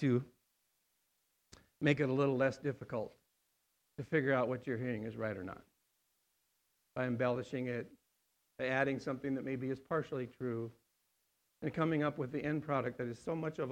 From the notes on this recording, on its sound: on August 9th, 2020 at The Well, an Acts 29 and Converge Heartland Church in Hastings, NE